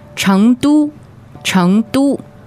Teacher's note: Okay, second tone, first tone.